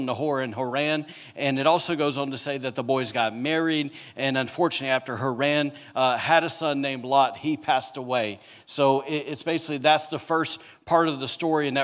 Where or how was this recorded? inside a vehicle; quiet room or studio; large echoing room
large echoing room